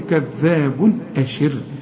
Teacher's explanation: تنوين وبعده همزة، الهمزة من حروف الإظهار، ما تغنش هنا بقى